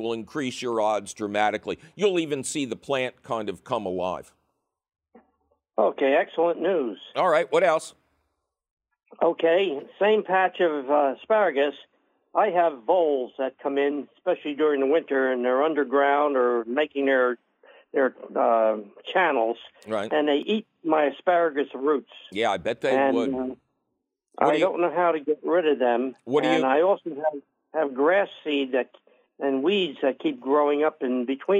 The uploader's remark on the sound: takes your fabulous phone call questions